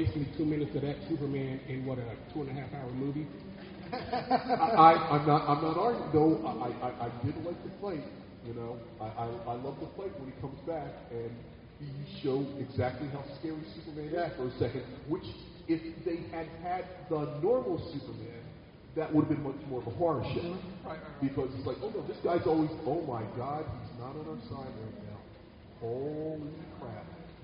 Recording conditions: busy venue